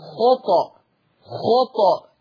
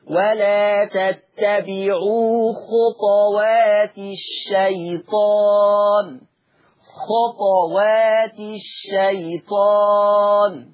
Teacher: لفظ خطى خطوات يقرأ بالسكون الطاء ويترتب على السكون القلقلة